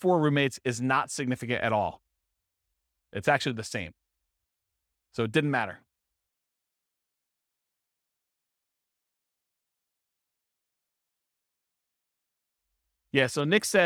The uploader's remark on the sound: This was a live class recorded